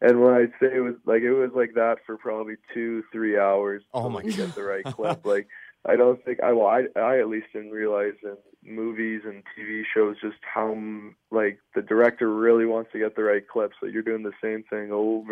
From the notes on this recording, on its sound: chat over the phone